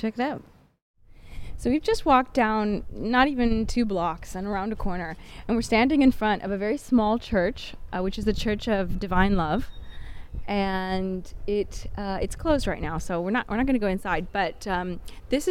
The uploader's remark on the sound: A rebroadcast of our walking tour through Rome